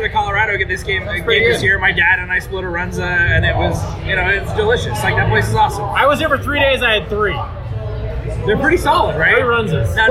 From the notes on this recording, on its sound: The audio quality is pretty poor, but hopefully this is entertaining as we were all a few drinks in.